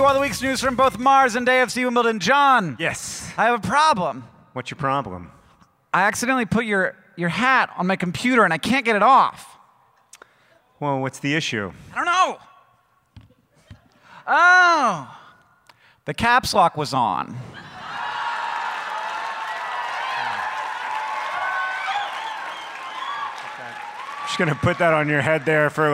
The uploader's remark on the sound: Live at PodCon! This episode was recorded live at PodCon 2 in Seattle, WA.